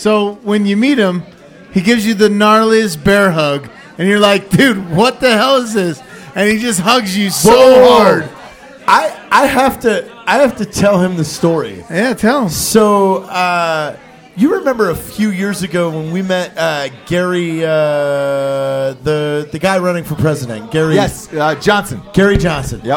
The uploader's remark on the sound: Live From Las Vegas! At a biker bar in Las Vegas.